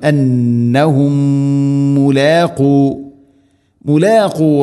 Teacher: മീമിന് ശേഷം വീണ്ടും മീം ഇദ്ഗാം മുതമാസിലൈൻ മണിക്കണം, ഒറ്റ മീമാക്കി ഉച്ചരിക്കണം